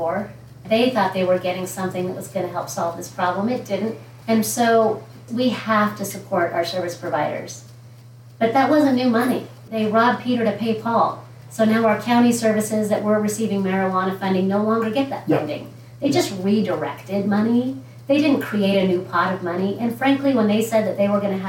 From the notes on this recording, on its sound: I want to apologize for the poor audio quality of this podcast. It was recorded in my office with good equipment, but there must be some kind of operator (me) error occurring.